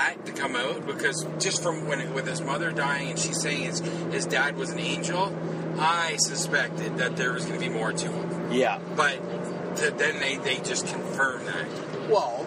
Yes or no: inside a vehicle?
yes